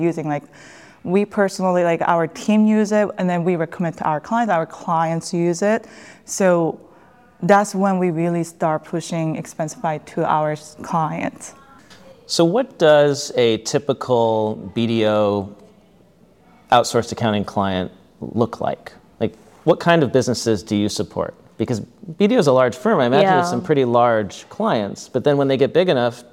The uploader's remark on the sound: Recorded live at Expensicon.